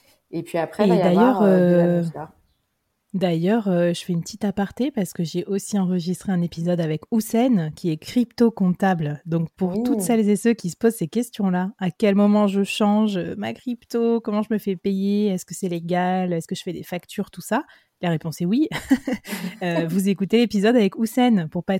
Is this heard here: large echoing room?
no